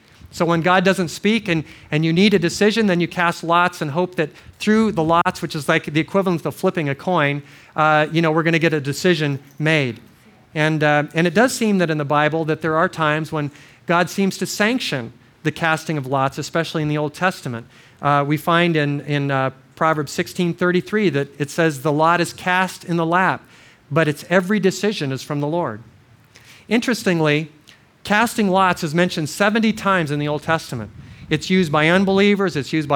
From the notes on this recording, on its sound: This series of audio messages were given at Crossroads Christian Fellowship Kauai in 2005.